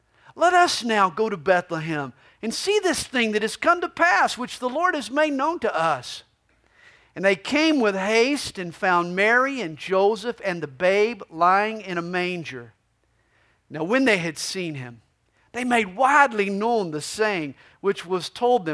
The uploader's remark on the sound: This messages was recorded live during the 2010 Christmas Eve service at CalvaryCSM located in Lilburn, Georgia.